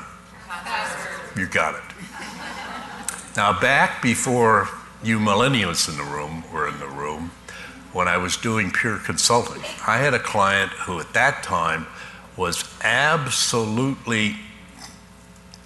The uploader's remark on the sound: Live Broadcast at the The IPBC IGNITE Conference.